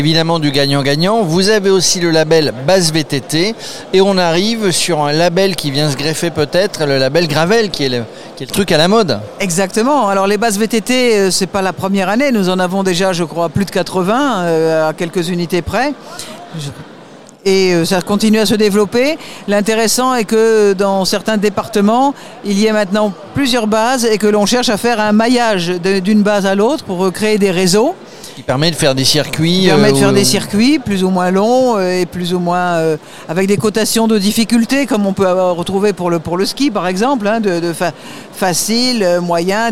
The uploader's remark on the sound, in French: En direct du Salon des Maires